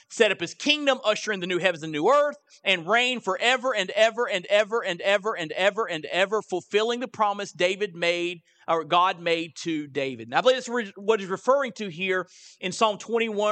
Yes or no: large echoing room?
yes